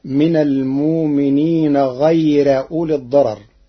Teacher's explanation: قرأ ورش كلمة غير بنصب الراء مع الترقيق فتصير من المؤمنين غير أولي الضرر بنصبها على الحال أو على الاستئناف.